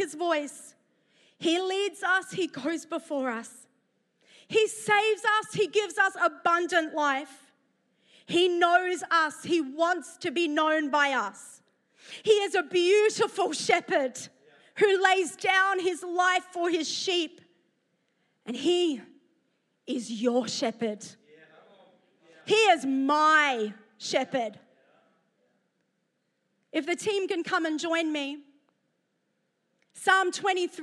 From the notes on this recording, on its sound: preached at Neuma Church Melbourne City Location